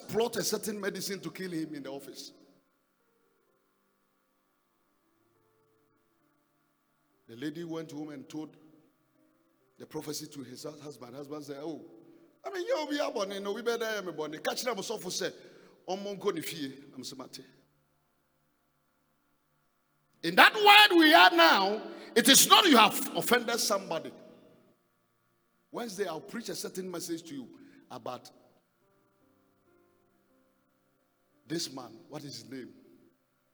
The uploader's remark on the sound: Preached in the first service on Sunday 6th February 2022